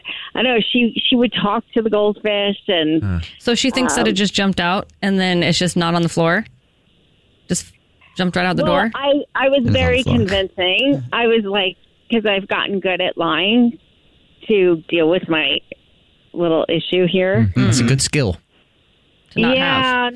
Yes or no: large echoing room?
no